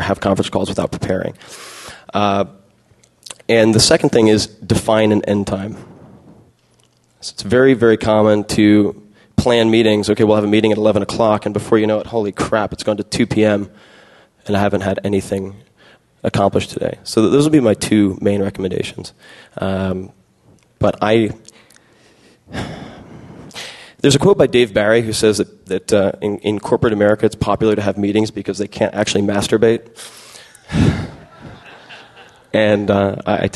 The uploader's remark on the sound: Speech was given at the 2007 SXSW Festival.